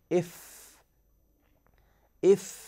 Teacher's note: نلاحظ أن الأسنان العليا اندكت واحتكت بباطن الشفة السفلى. هذا المخرج الأول من مخرج موضع الشفتين، من مخرج موضع الشفتين عفوا.